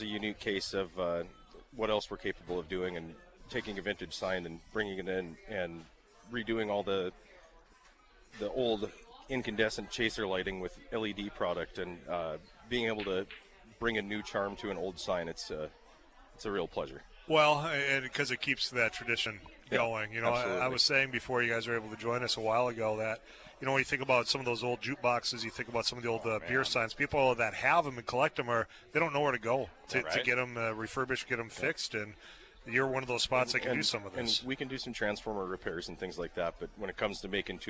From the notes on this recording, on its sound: live at Chub's Pub